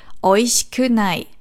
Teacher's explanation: das i vom shi hört man nicht, das wird verschluckt